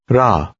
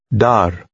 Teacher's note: This letter combination starts with the Arabic letter representing a trilled R, which is quite different from the American R. Its Arabic name is Ra.